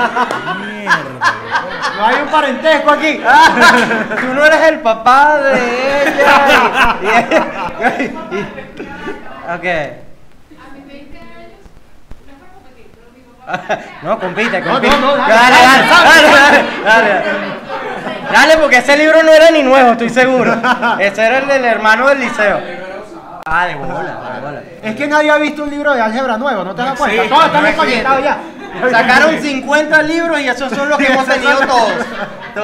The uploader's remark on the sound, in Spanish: EPISODIO EN VIVO